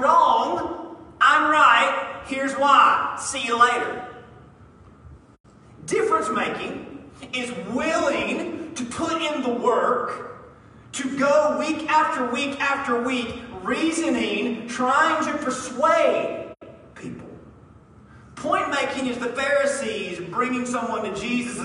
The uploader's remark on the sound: Apologies for poor audio recording. Master file was lost, and this is the backup file.